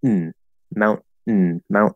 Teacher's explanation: doing a glottal stop and a syllabic N